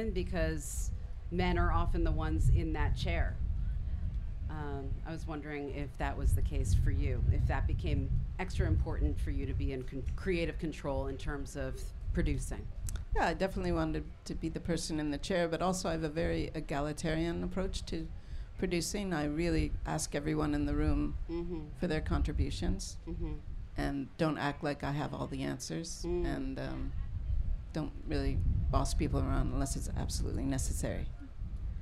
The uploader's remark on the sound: SHEROES Live At Newport Folk Festival